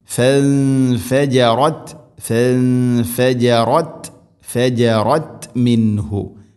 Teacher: ഫൻഫ ഇഖ്ഫാ ബിഗുന്ന, നൂനിനെ അവ്യക്തമാക്കി മണിക്കണം